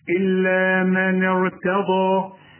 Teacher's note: التاء رققها الضاد فخمها